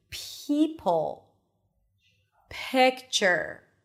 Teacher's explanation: It's like you're whispering before you are pronouncing the vowel that comes after the P. · Term: aspirated